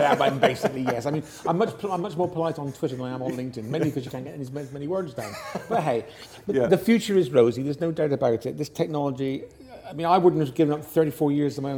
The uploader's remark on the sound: at the Medifest Plymouth Conference